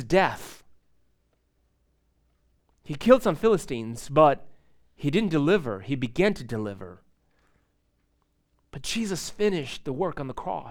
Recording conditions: large echoing room